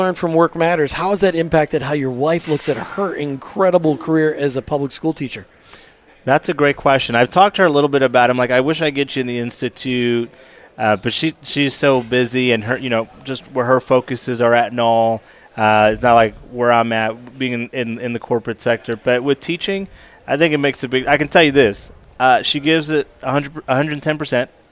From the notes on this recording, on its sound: As we continued our highlighting at this year’s Workmatters Conference in Rogers (AR), we were able to snag an interview from an insider – a volunteer working tirelessly at this sprawling event.